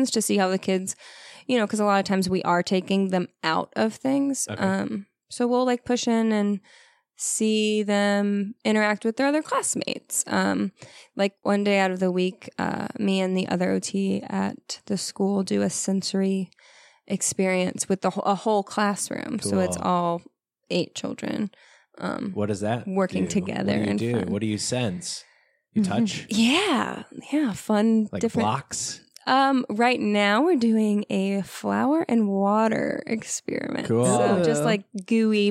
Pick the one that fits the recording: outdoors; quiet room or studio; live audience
quiet room or studio